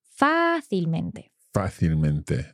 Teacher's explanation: the stress is still on that A, on that first A